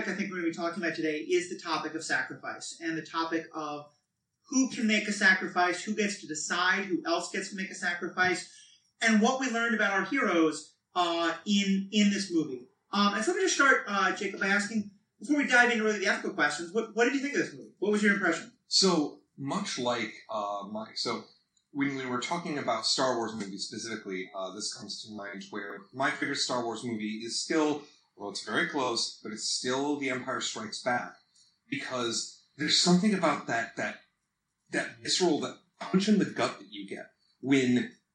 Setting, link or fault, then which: fault, poor sound quality